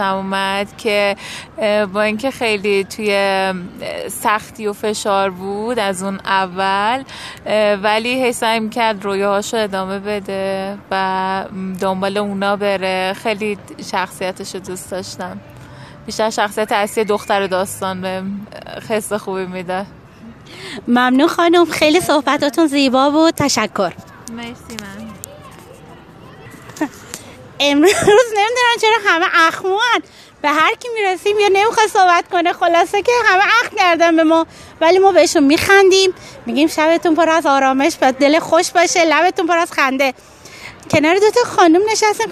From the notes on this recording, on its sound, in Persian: مصاحبه مردمی. کاری از استودیو صداهای همراه.